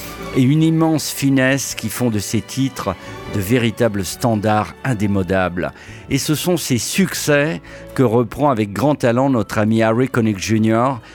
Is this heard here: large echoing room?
no